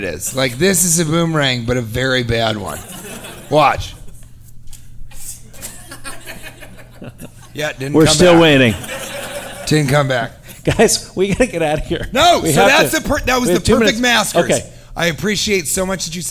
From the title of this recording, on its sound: Live from Utah